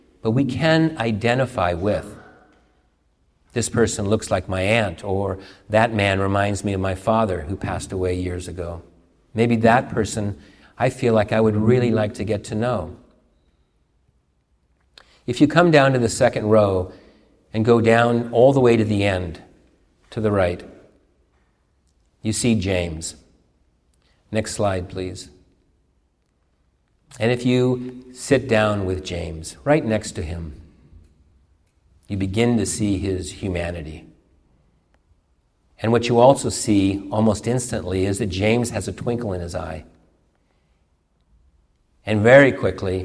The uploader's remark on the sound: a sermon during morning worship at the University Unitarian Church in Seattle